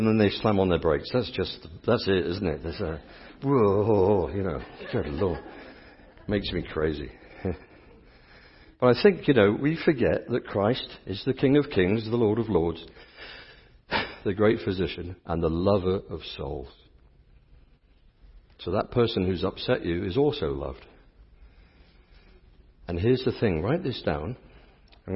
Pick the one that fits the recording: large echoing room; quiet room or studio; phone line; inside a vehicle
large echoing room